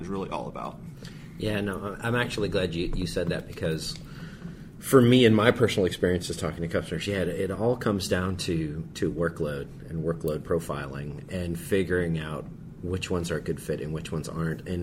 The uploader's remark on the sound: Live from OSCON!